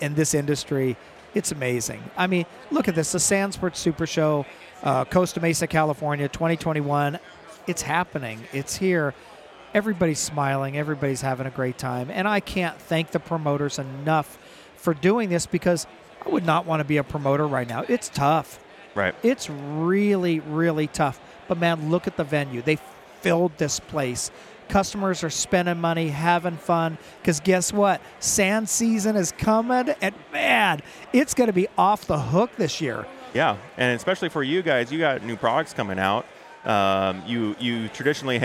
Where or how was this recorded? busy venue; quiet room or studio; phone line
busy venue